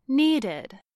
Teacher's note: The first past tense verb is needed. We can hear that needed has an id sound at the end. That is because the verb need ends in a d sound.